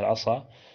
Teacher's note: صاد مطبقة مستعلية، فتفخيمها يكون أشد · Term: الإطباق